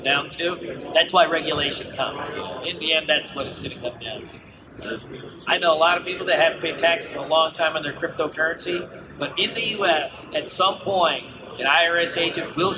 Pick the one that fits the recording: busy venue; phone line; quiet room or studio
busy venue